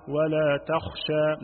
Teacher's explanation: لو ما بينت الخاء صارت غين أيضا عكسها